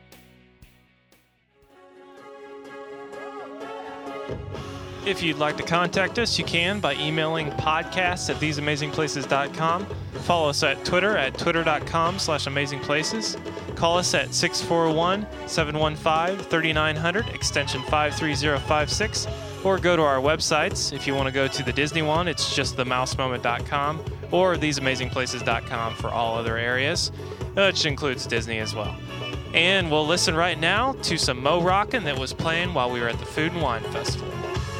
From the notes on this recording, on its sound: Live Reviews from the Food and Wine Festival. Have a live review show this week as we walk around Epcot's Worldshowcase and review food from 25 kiosks at the Food and Wine Festival.